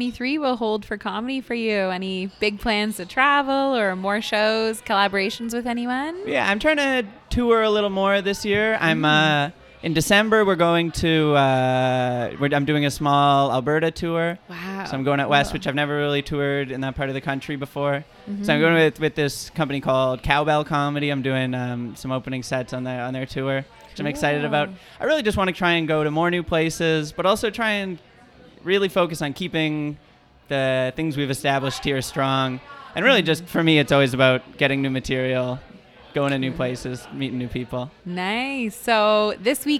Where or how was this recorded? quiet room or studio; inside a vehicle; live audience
live audience